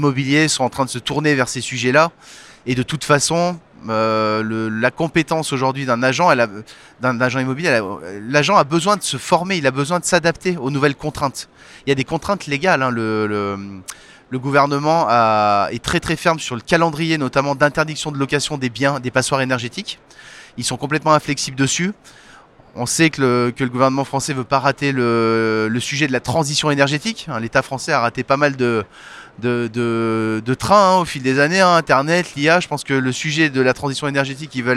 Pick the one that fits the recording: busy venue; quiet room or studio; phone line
busy venue